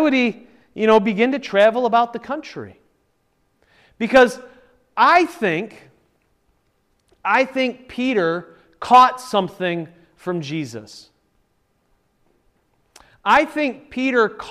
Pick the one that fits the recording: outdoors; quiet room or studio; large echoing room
large echoing room